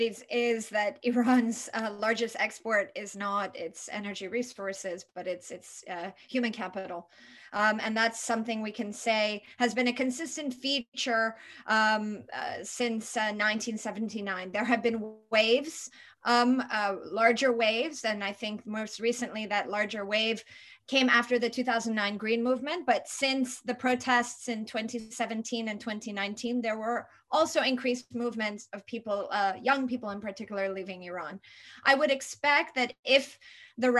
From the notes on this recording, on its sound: This public talk was conducted online via Zoom